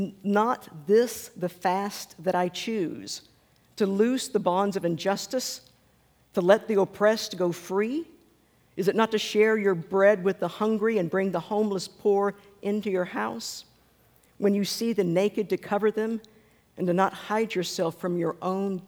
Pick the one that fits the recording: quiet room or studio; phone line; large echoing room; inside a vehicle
large echoing room